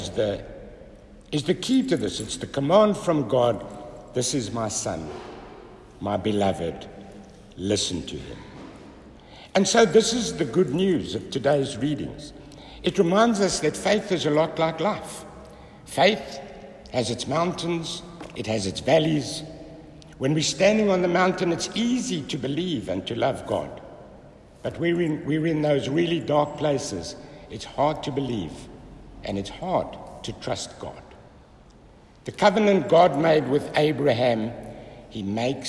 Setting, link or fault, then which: setting, large echoing room